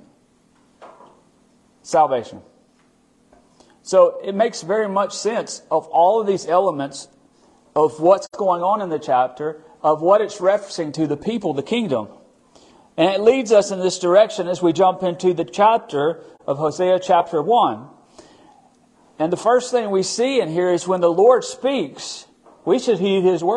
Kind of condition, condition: setting, large echoing room